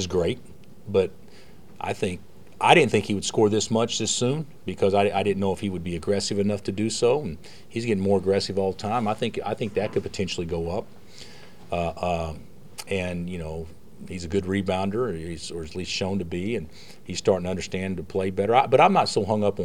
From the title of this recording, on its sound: Press Conferences & Post-Game Interviews